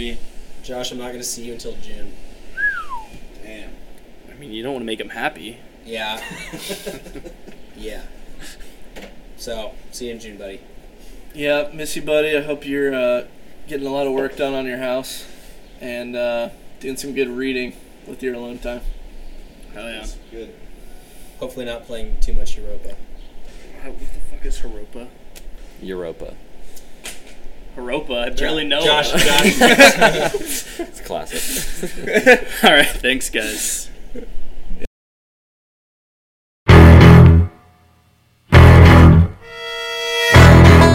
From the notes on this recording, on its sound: Sorry about the wind throughout it was windy outside